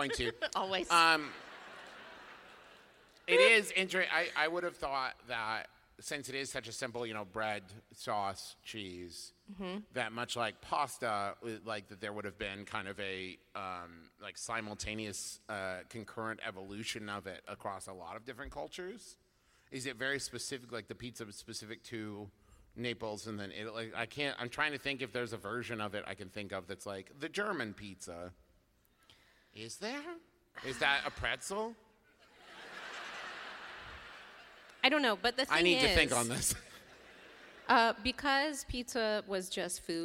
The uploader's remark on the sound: our live episode from Chicago